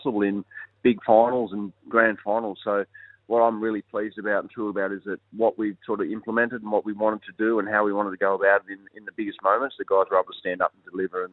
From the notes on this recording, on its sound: jumped on the phone